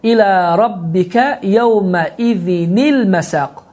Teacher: tənvin kəsrəni açıq aşkar bir şəkildə tələffüz edirik, sonra isə özümüzdən bir kəsrə hərəkəsini artırırıq